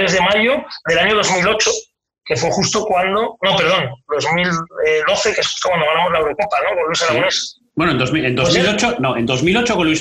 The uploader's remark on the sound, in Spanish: Y lo cuenta desde su cocina, porque este Podcast está grabado en pleno confinamiento por el Covid-19. Y por eso la calidad del sonido no es la más adecuada para un Podcast, pero así es como había que seguir dando pasos adelante.